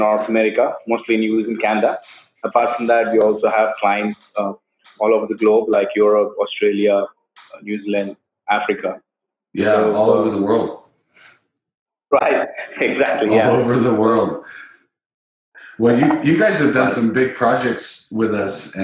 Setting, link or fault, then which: fault, poor sound quality